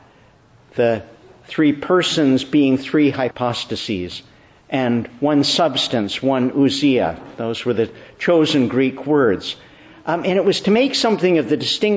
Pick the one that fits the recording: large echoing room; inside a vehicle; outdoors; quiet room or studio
large echoing room